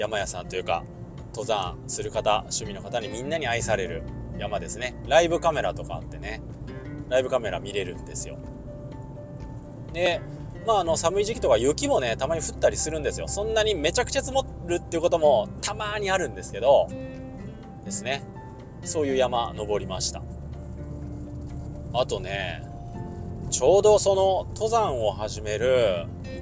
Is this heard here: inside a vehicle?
yes